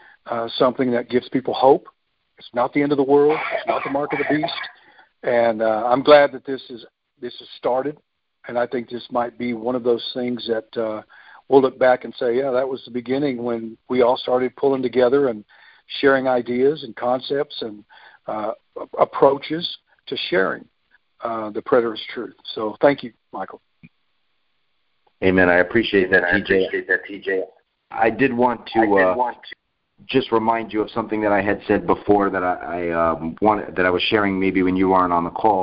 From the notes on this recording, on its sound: For most effective audio start at 9:18. We hosted our first Preterist Pastors conference call. We have a few pastors on the call.